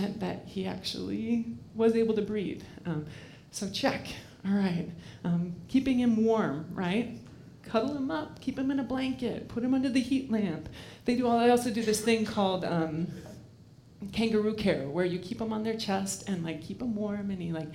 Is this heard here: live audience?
yes